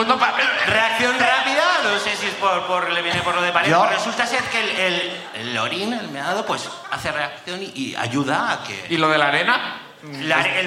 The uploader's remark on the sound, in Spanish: El público sube a contarnos